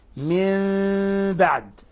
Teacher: قلبنا النون الساكنة ميما مخفاة عند الباء · Term: الإقلاب